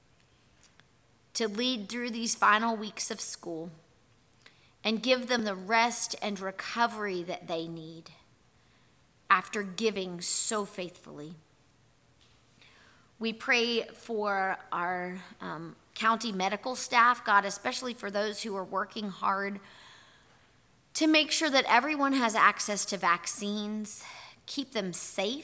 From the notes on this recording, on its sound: Here is our audio recording from this morning&#8217;s worship service. Here is our audio recording from this morning’s worship service.